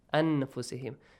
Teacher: So that noon sakin is hidden.